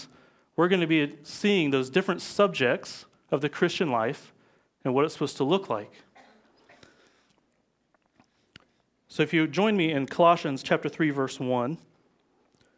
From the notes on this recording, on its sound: live from Covenant Church!